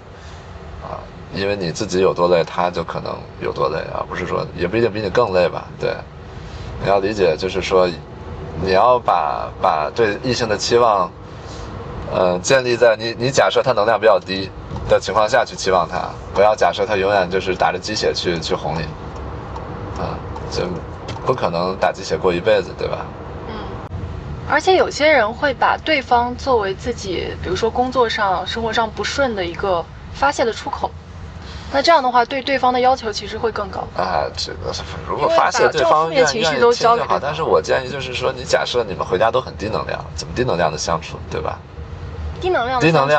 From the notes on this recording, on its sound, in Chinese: 后面每个话题都是纯临场，连大纲都没有。因为边开车边录的，有点吵……已经尽量降噪啦，下次有室内录制！